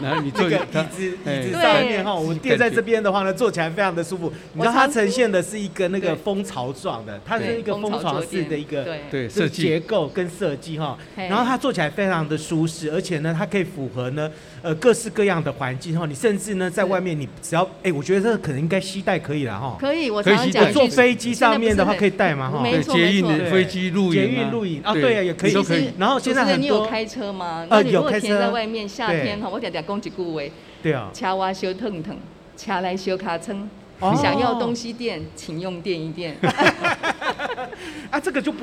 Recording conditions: busy venue